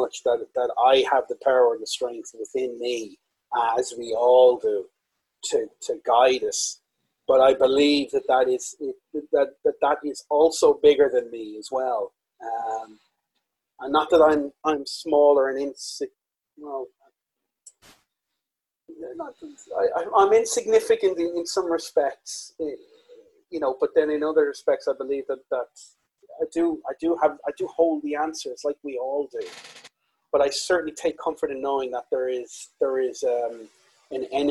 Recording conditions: poor sound quality